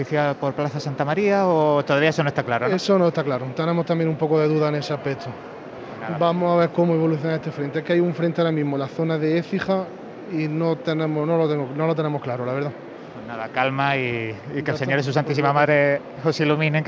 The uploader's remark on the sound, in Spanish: Martes Santo 2022. Retransmisión en directo del Martes Santo en Jaén en el año 2022.